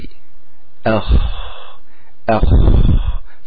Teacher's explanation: الخاء من أدنى الحلق لا قاف بها